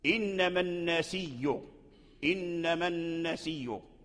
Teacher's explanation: في قوله تعالى إنما النسي إنما النسي وأصلها إنما النسيء النسيء فورش أبدل هذه الهمزة ياء وأدغمها في الياء المدية الزائدة لأن الياء هنا زائدة للمد لأنها من نسأ إذا أرجعت هذا · Term: إبدال همزة